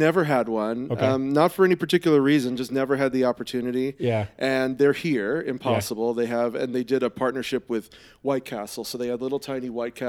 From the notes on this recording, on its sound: Live from CES. We’re here live with the Insights Association on the show floor at the world’s largest consumer electronics show—CES 2020.